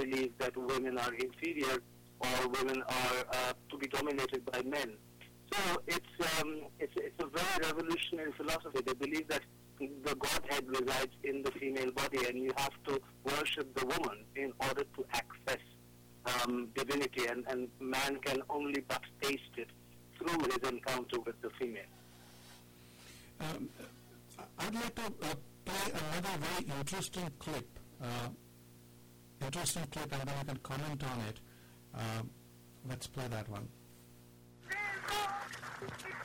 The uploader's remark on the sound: During our second broadcast of the EBC Radio Club on EBC Radio, we had a long telephone chat.